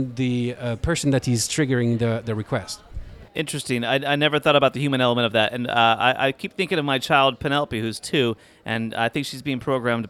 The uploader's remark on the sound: Live from #AWEurope. Joins the podcast live from Advertising Week Europe.